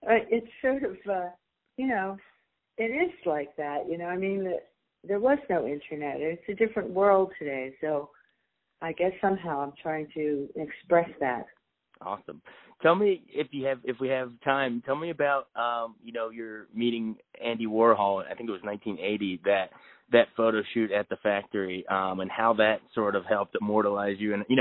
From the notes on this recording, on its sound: called